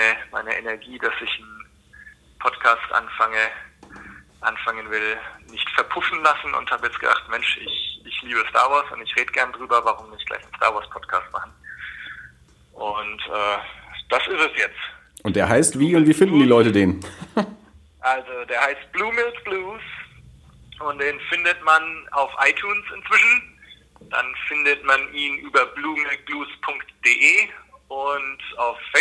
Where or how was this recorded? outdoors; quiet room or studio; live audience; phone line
phone line